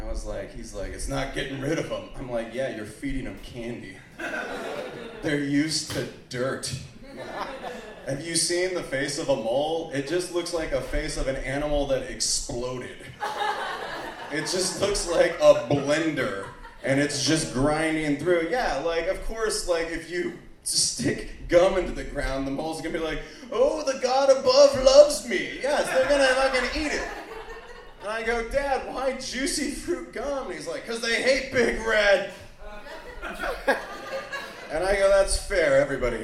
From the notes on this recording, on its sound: Live From The Centennial Lounge. This week’s episode features winners from the Wednesday Night VFW Open Mic who are selected to perform a special feature show once a month!